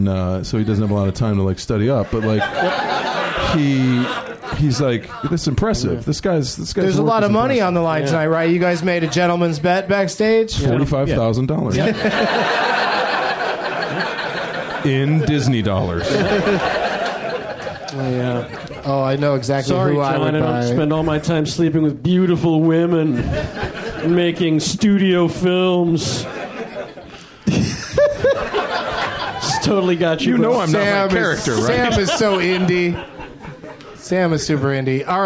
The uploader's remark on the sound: Recorded live at the UCB Franklin in Los Angeles, California.